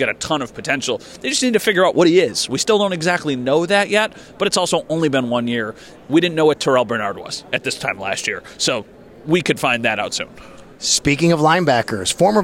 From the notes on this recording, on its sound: Live again from the combine.